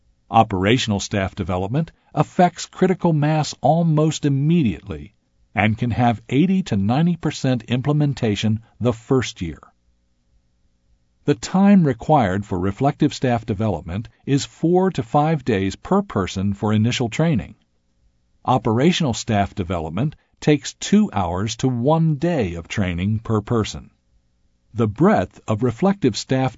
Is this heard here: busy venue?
no